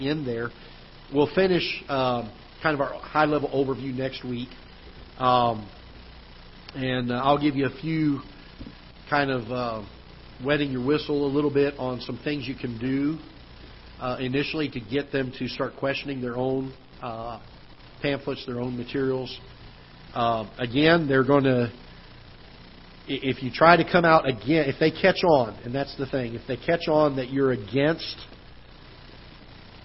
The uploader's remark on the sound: Ketha Heights Baptist Church ~ Live Broadcast